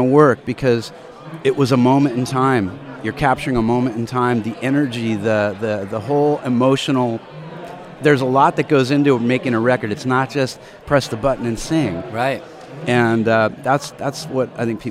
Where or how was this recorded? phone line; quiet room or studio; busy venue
busy venue